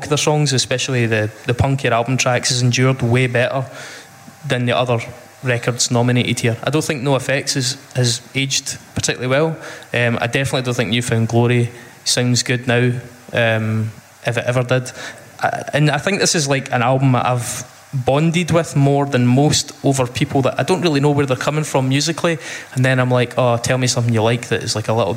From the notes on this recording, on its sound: The Pop Punk Mixtape LIVE. We take some questions from the audience too.